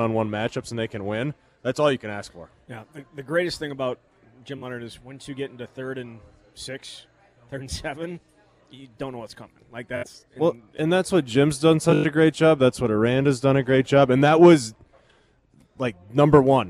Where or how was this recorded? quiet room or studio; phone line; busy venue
busy venue